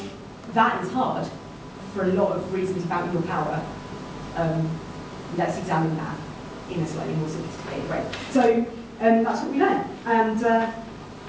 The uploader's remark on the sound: The lecture delivered at the Royal Institute of British Architects